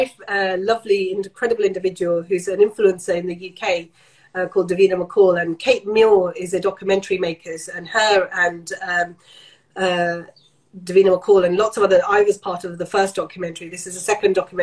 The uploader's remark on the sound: Taken from their Instagram Live chat